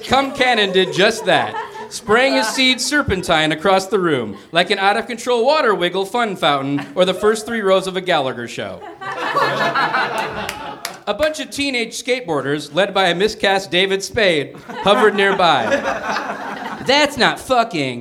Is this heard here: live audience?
yes